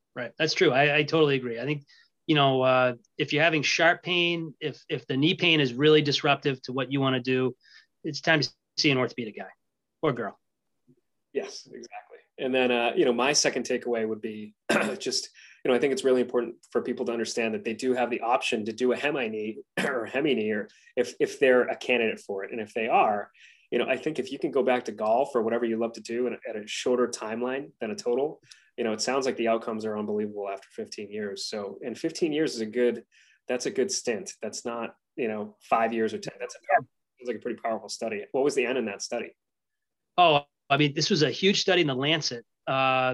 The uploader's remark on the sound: in this LIVE webinar!